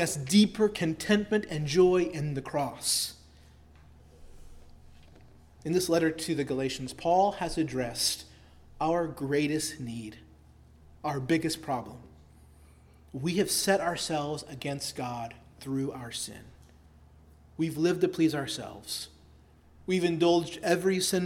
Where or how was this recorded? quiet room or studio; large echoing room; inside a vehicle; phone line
large echoing room